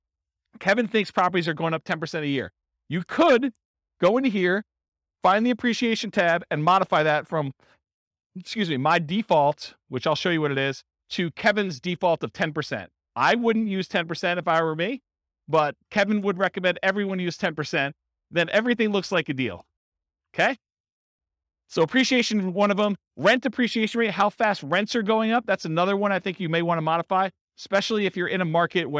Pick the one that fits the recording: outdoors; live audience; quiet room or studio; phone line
live audience